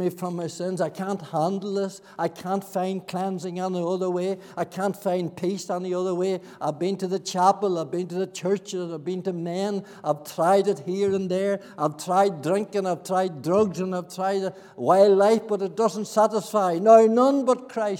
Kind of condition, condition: setting, large echoing room